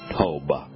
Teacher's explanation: Tova isn't even the correct pronunciation of the scriptural word for good, because there is no V in scriptural Hebrew.